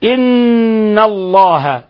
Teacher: نون مشددة، الحكم التجويدي حرف غنة مشدد